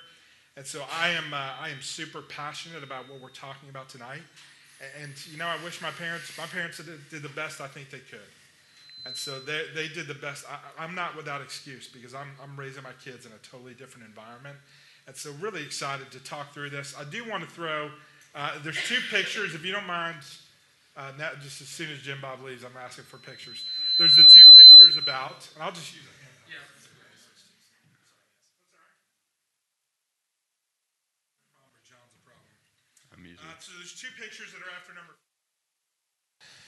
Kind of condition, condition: setting, live audience